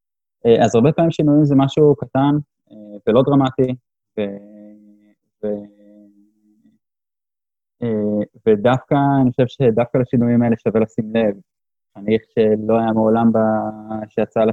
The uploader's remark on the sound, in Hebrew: איכות הסאונד יכולה הייתה להיות קצת יותר טובה